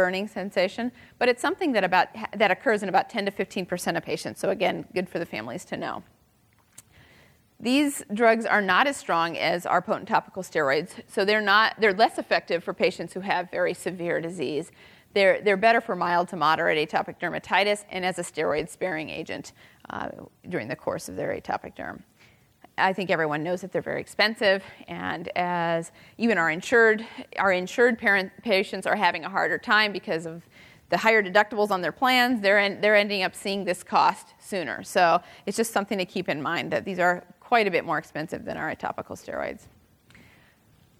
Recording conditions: live audience